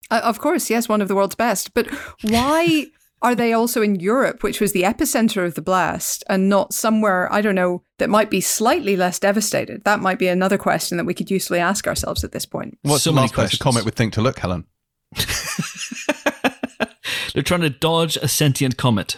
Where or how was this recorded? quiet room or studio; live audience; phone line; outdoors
quiet room or studio